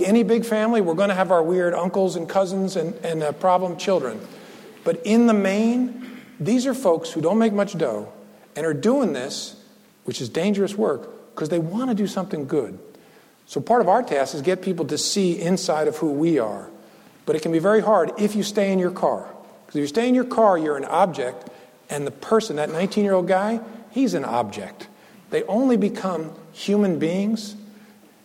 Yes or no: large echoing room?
yes